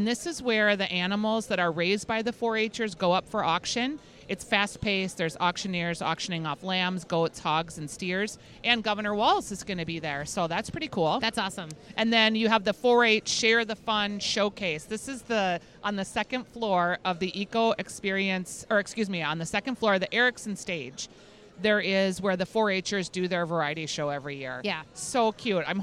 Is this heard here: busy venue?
yes